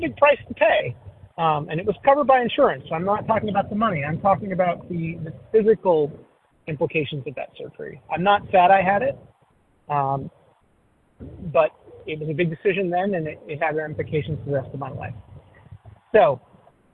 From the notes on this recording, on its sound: 100 Pounders Phone Meeting, 2/8/23